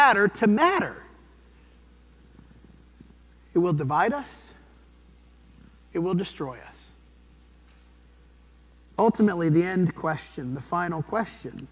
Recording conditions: large echoing room